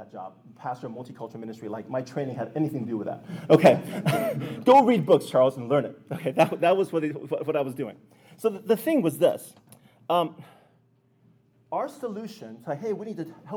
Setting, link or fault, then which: setting, live audience